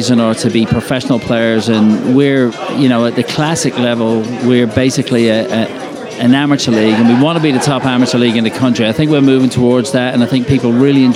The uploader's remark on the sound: Live at the Bar of the US Soccer AGM